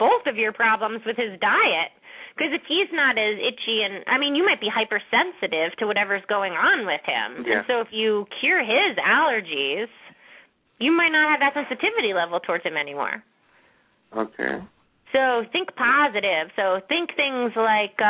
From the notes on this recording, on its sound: open up the lines for listeners to call